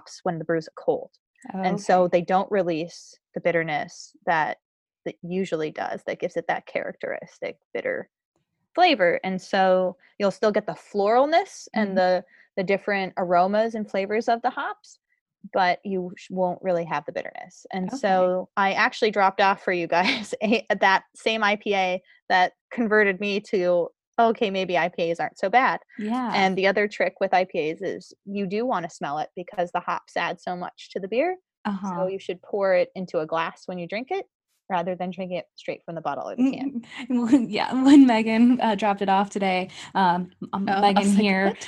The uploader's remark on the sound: Interview was conducted via zoom and the internet connection slowed at times.